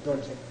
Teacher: that's the only case in which the R is pronounced in the whole Tibetan language, is with diamond.